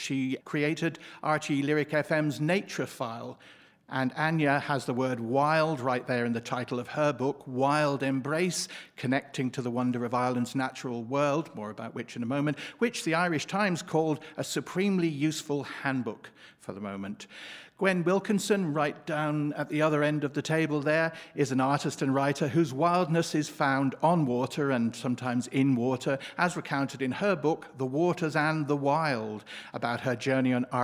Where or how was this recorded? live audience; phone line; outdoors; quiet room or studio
live audience